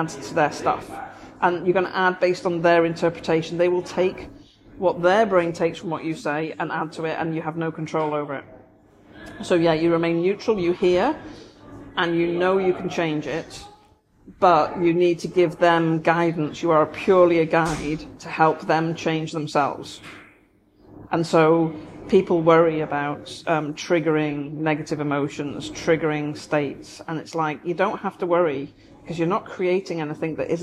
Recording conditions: background noise